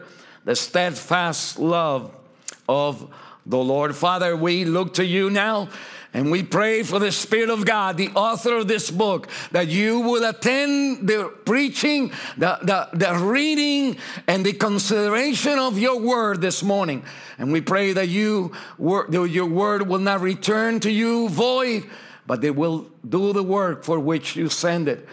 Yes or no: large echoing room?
yes